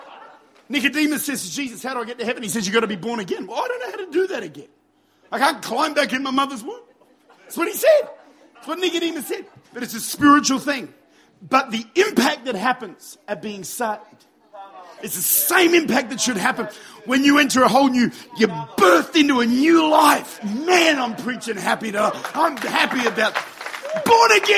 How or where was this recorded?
large echoing room